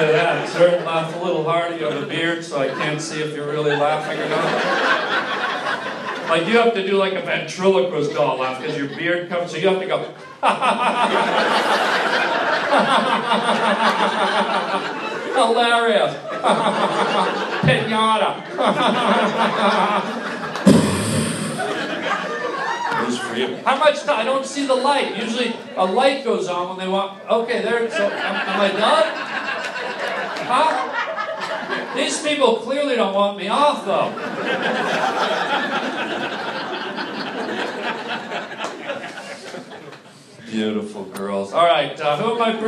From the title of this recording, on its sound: LIVE stand up comedy